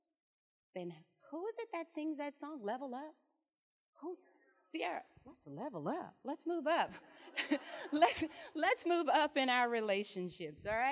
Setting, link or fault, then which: setting, live audience